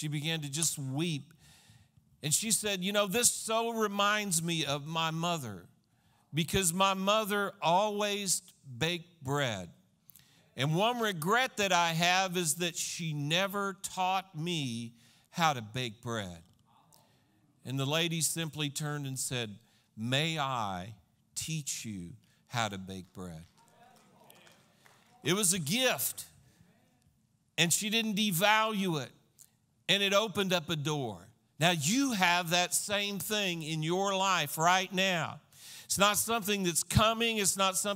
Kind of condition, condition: setting, large echoing room